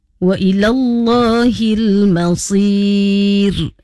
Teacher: mad arid lisukun masir huruf ra, hendaklah dibaca nipis. tadi membaca dengan masir, jadinya tebal.